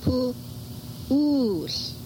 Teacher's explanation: After the first vowel, there's a glottal. That's poo, oos.